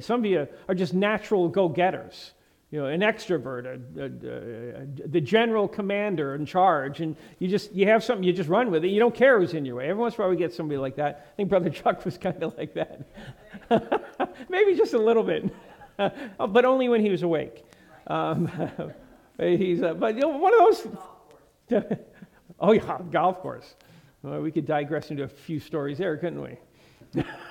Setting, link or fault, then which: setting, large echoing room